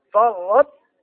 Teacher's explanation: ما أنطق الطاء ولكن فيها صفة الاستعلاء وصفة الإطباق تبقى فيه · Term: إدغام ناقص